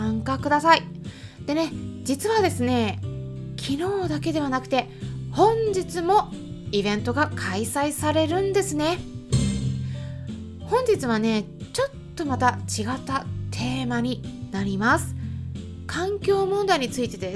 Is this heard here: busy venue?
no